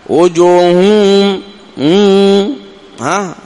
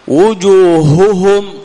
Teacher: وأيضا مما يذكر في تصفية الهاء تصفى من الغنة · Shown in: second take · بعضهم ينطقها فيها غنة وجوههم ها خطأ هذا وجوههم صفها من الغنة.